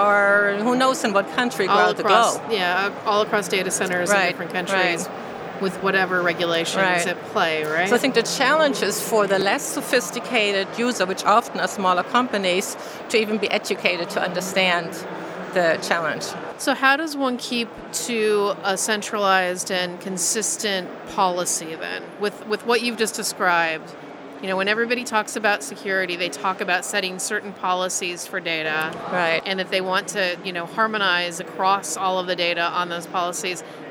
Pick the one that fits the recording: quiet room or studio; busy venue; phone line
busy venue